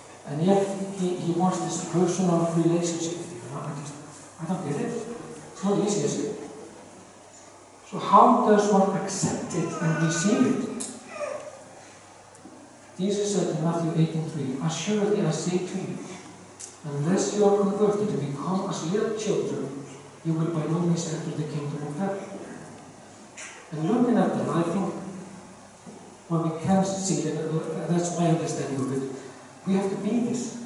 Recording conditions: poor sound quality